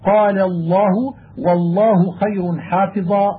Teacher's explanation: يظهر التشديد إظهارا متمكنا ليظهر التفخيم في اللام الذي جيء به للتعظيم والإجلال والإكبار، فاعلمه. وليس في كلام العربي لام أظهر تفخيما وأشد تعظيما